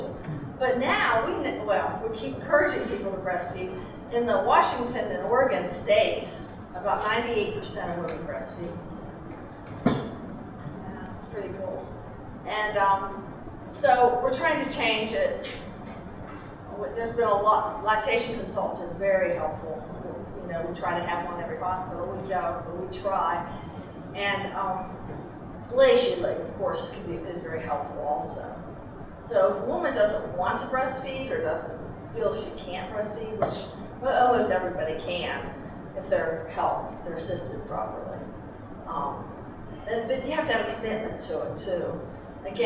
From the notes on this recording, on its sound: talk was part of the Mother & Child Conference at Franciscan University of Steubenville.